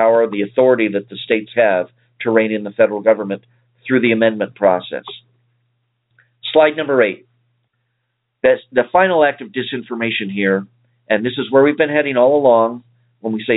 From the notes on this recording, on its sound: save some time for phone calls